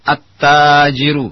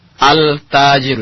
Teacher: Lam yang ada di alif lam, lamnya masuk ke huruf setelahnya itu ta. · Shown in: first take · At-tajiru. Sehingga tidak dibaca al-tajiru. · Term: al-huruf asy-syamsiyah